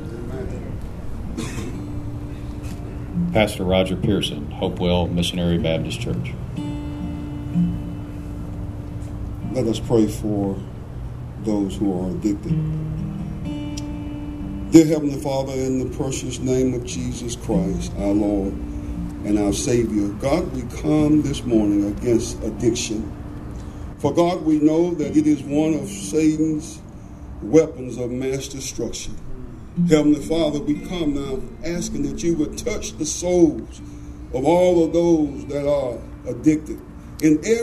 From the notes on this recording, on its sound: Highlights from Town of Collierville on #NDOP. Comes from the town of Collierville, TN. Traveled to record area pastors, political leaders, military, first responders, and citizens gathered for prayer.